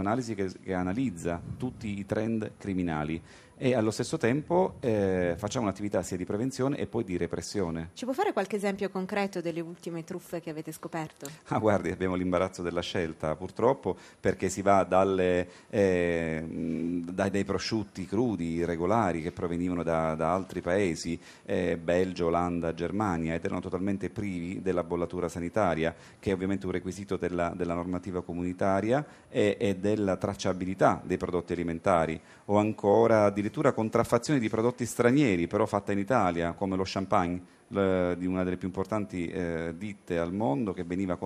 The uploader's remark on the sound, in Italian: In diretta da Expo 2015.